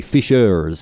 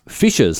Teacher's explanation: In Australian, obviously, we don't have the rhotic R, the hard R sound that you would have, for example, in the United States. · Shown in: second take